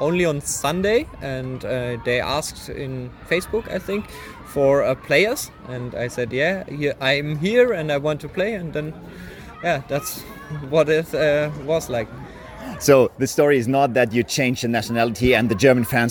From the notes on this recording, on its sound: This episode was recorded at the Widnau tournament